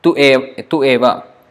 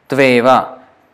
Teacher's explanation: This u plus e becomes ve. · Shown in: second take